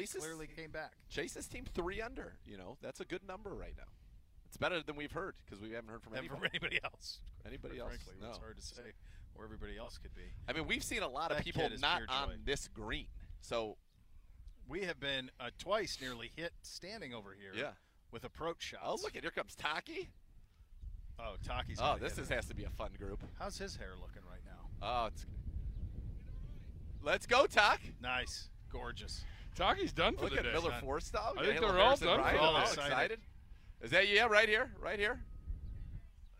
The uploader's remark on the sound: The guys broadcast live from the 22nd Annual Cleveland Browns Foundation Golf Tournament, presented by Key Private Bank and in association with University Hospitals and Direct Travel, at Westwood Country Club in Rocky River.